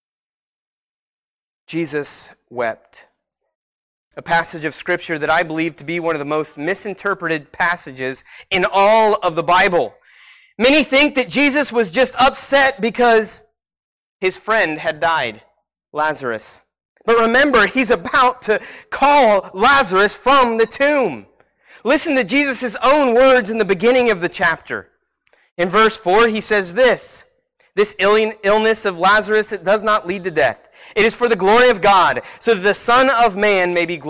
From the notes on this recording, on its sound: Sermon Preached at Christian Fellowship Church Peru,